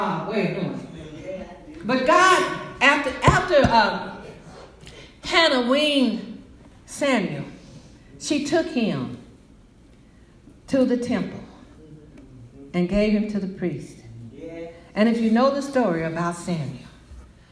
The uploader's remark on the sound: Message delivered to Rock of Salvation Church.